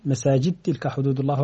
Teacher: جاءت الدال قبل التاء فتدغم · Term: الإدغام